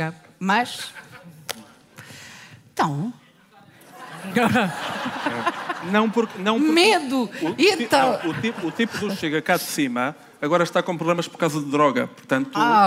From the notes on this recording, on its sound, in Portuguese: Ao vivo no Festival Escritaria. Episódio gravado ao vivo em Penafiel no festival Escritaria. Com a ajuda do público.